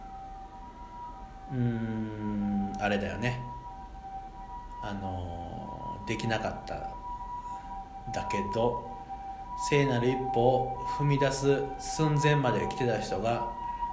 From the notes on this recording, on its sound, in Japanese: 雑音でピーポーうるさくてごめんね。